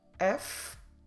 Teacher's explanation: we must stress the first syllable. It's the second to last, but in this case we only have two, so it's also the first.